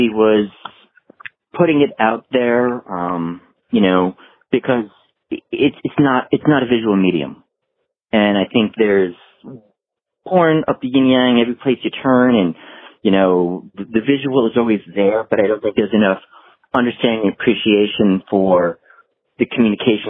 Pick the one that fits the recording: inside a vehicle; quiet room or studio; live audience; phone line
phone line